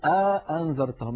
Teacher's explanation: يعني يبعد بينهما بأن يدخل بينهما ألفا